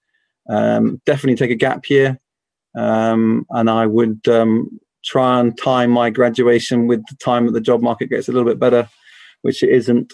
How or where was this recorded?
video call